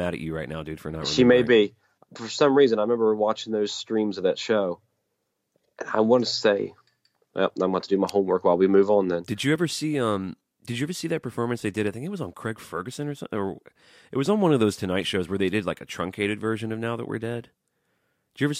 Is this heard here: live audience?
no